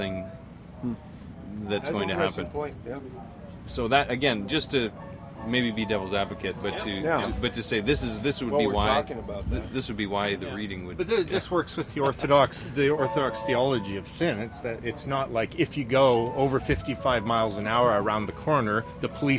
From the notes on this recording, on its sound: podcast from the Wild Goose Festival